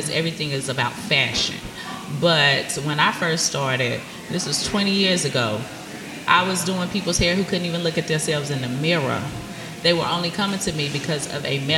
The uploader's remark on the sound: At the Glow Get It Festival. This episode was recorded with a live audience at NC Nonprofit, Real Glow Getters' Glow Get It Festival in Greensboro, NC.